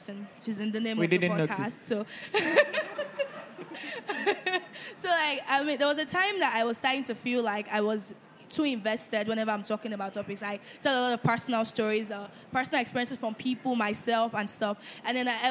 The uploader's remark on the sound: Our first-ever live show was such an amazing experience and we were honoured to be given this platform at Social Media Week Lagos